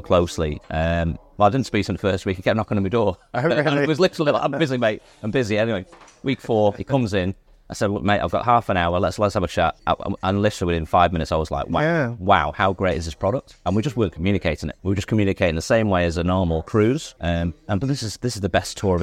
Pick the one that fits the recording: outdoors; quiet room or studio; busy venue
busy venue